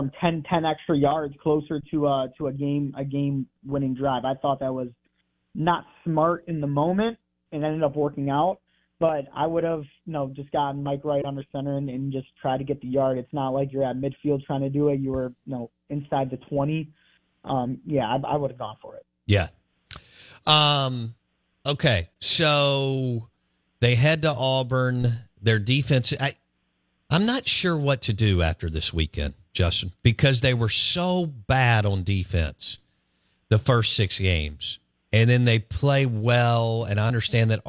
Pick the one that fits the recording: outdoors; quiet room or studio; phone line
phone line